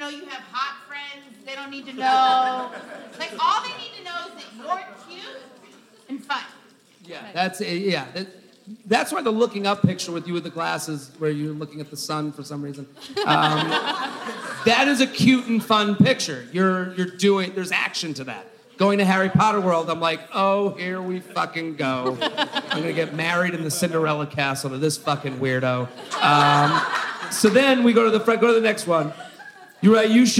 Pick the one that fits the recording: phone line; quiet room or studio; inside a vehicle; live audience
live audience